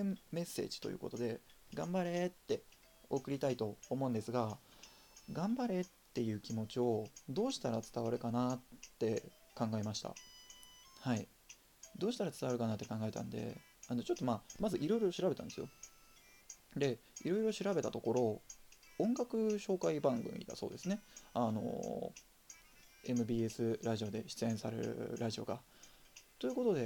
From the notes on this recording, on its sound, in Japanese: From Radiotalk。マイク感度が低く音が小さいです。音量を上げてお楽しみください。